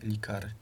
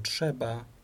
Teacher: Czyli to, co kiedyś było miękkim R, w języku polskim przeszło do ży · Shown in: second take